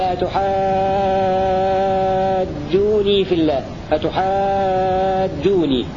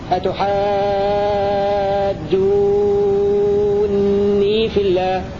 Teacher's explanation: وإذا خفف ابن ذكوان ونافع النون وهشام بخلاف فلابد من مد الواو قبلها مد حركتين طبيعي · Shown in: first take · لأنها انتهى المد اللازم بتخفيف النون.